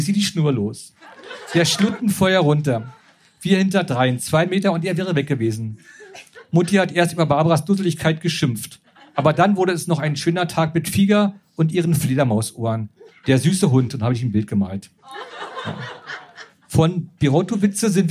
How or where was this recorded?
live audience